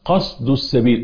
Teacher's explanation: لولا الهمس الذي في الصاد لكان زايد